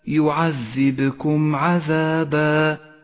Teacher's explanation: حكم الإظهار الشفوي لاحظه في قوله تعالى يعذبكم عذابا، يعذبكم عذابا، الميم ساكنة وبعدها حرف العين، تظهر الميم هنا من غير غنة أو تشديد